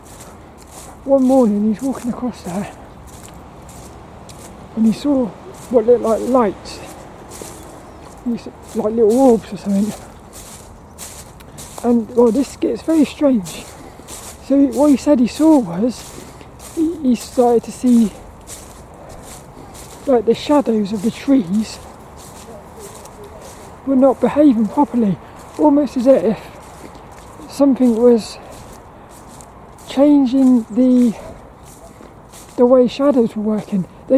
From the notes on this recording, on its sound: This 'About The Tings' episode is a Walk and Talk about Crop Circles.